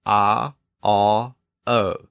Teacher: Each sound is progressively higher in the back of the mouth.